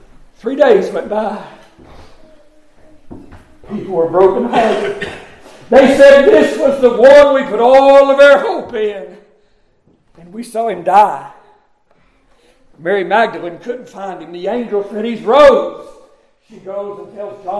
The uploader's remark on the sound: Preached at Summer Shade Missionary Baptist Church Sunrise Service